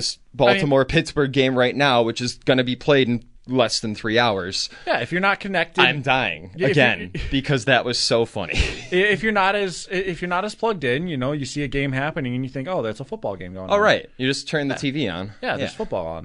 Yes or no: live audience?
no